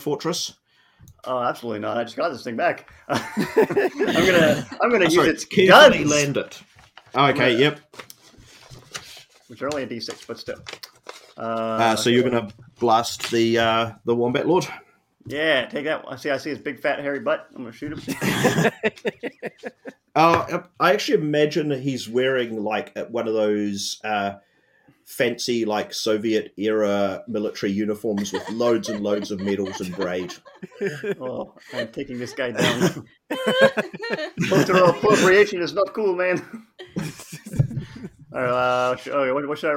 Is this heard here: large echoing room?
no